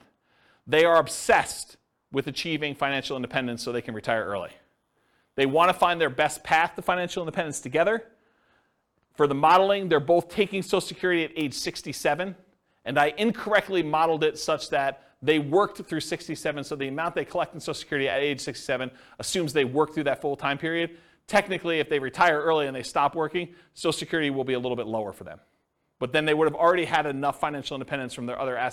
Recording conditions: live audience